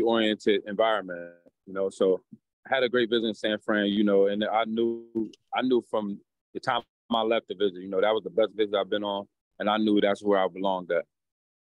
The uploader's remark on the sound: Called in for an introductory press conference after being selected by the 49ers with the 87th-overall pick.